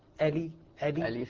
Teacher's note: تحقيق الهمزة وكسر اللام